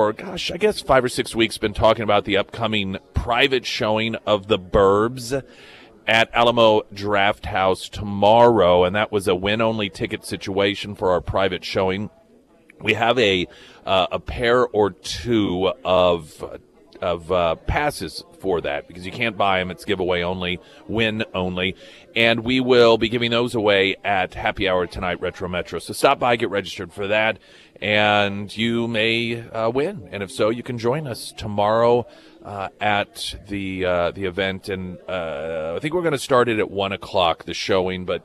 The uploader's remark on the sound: live at Scramblers Diner for the Friday Road Show